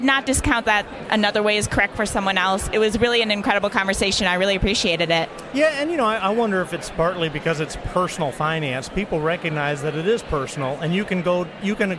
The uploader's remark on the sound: live from FinCon 2017!